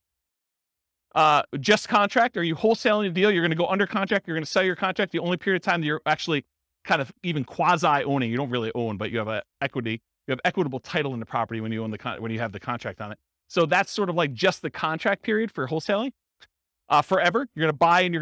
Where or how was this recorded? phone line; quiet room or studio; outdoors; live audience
live audience